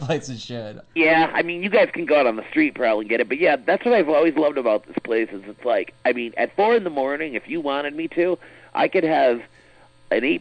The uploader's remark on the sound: Some amazing SW Hotline Calls (phone orgasms included)!